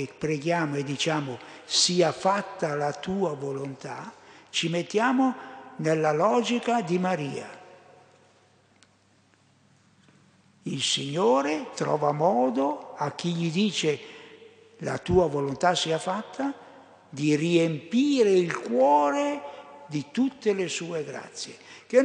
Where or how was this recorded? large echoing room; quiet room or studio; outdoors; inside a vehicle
large echoing room